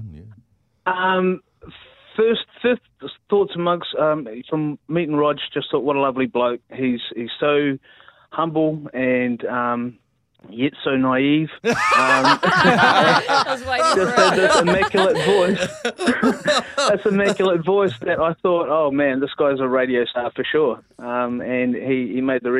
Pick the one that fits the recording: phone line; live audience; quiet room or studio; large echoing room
phone line